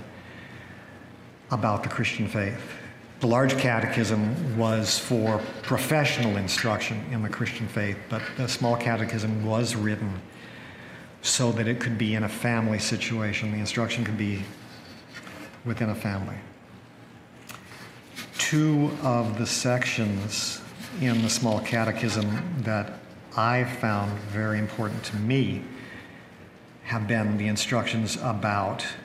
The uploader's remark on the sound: Resurrection Lutheran Church Sunday Service